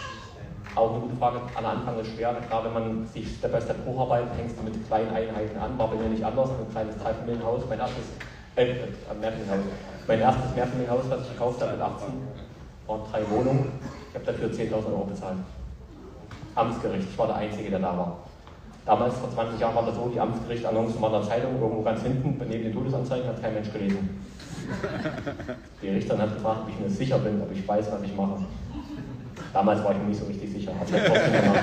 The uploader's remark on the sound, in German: Sein authentischer Vortrag am Wochenende. Leider ging das Mikrofon nicht und die Soundqualität ist relativ schlecht und ihr hört meine wunderbare Lache immer wieder haha...